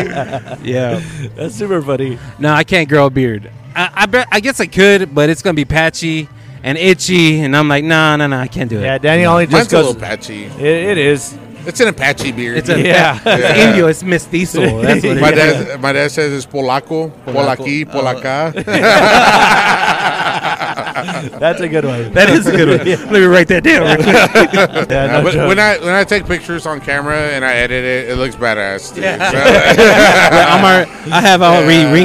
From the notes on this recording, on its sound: This week we are on location from Whiskey River Saloon